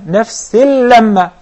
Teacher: Also we have إدغام، but without غنة. In the two words, نفس لما.